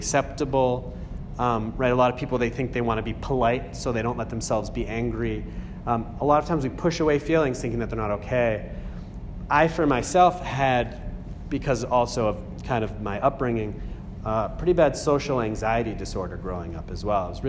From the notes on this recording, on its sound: A talk that answers a series of questions from a Group in the middle of an 8-week series, Acton MA, 3/15/18